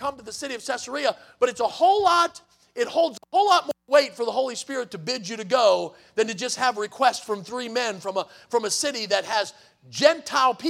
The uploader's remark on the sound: in the Sunday Evening Service on July 30, 2023, at Victory Baptist Church in Boonsboro, Maryland